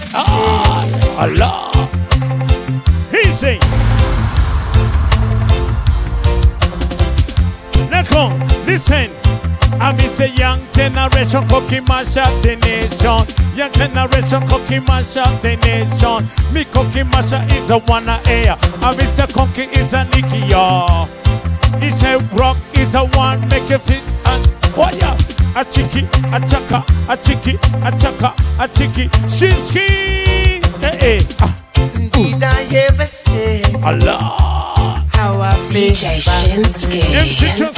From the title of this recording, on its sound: Live at Blend Nairobi